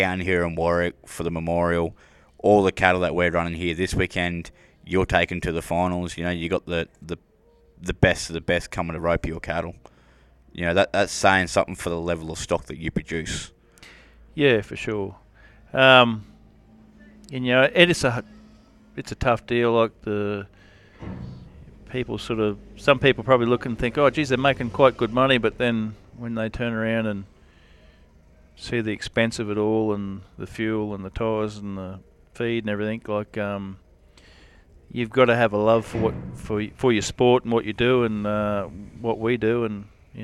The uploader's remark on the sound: sit down at the memorial roping just outside Warwick the weekend before the APRA National Finals